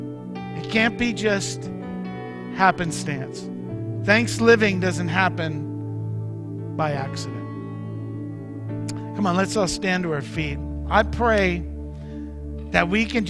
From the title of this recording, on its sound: Mt. Zion Church Live!